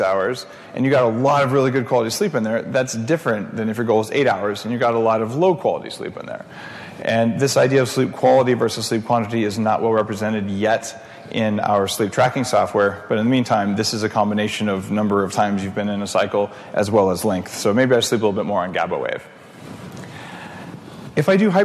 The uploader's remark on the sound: Sleep, Sex & Tech at the Bulletproof Conference. We take a look at a couple of conversations that took place during last year's Bulletproof Conference.